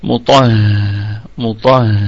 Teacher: طبعا لما نبتدئ فقط مش وصلا بقى، لما نبتدئ على مطهرة هتكون الميم مخففة متحركة بالضم، فهتكون في الدرجة الخامسة من درجات الغنة، والطاء في الدرجة الثانية من درجات التفخيم